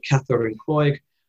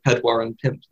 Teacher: In Irish, these continue to have a sort of K sound at the start, so the words are cethar and coig, but this qua sound turns into a P in Welsh · Shown in: second take · leaving us with pedwar and pimp as the words for four and five. · Term: P sound